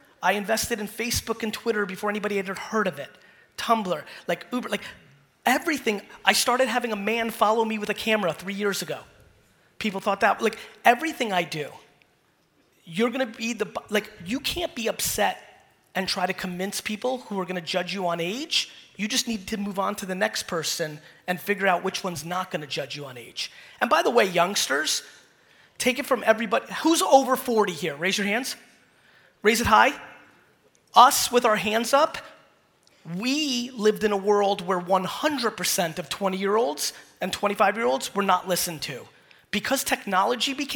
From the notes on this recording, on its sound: Singapore Keynote. A fire keynote I did in Singapore.